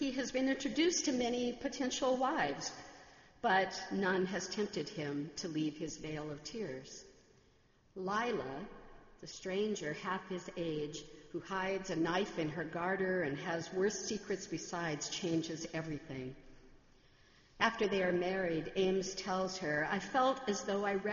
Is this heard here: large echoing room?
yes